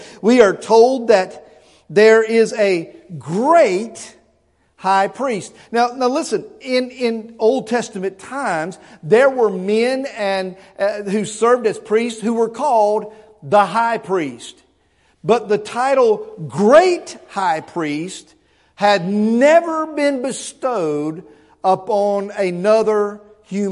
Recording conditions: large echoing room